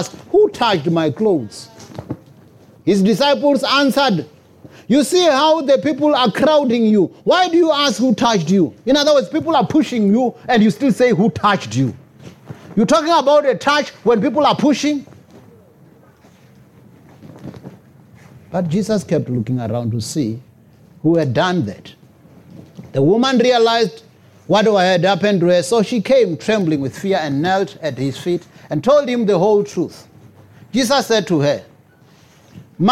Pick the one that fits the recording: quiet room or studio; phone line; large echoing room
large echoing room